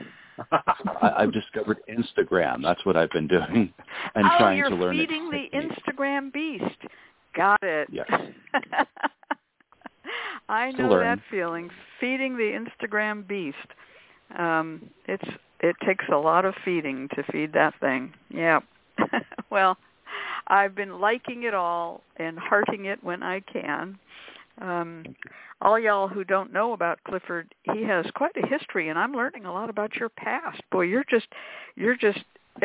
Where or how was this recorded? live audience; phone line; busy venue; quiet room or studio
phone line